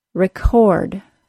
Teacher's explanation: Listen to the amount of aspiration the K sound in the middle of the word has.